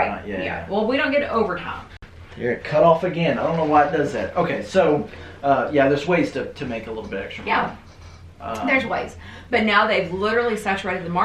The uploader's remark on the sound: I had audio issues with the microphones so the audio is from the backup device. Apologies for the poor quality.